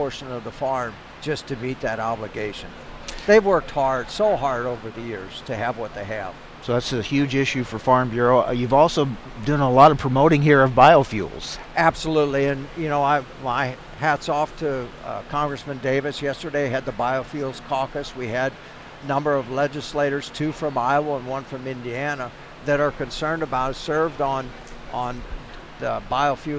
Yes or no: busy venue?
yes